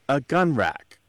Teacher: Instead of saying a gun and like kind of really stressing that A, he nasalizes it and stretches it out to emphasize it.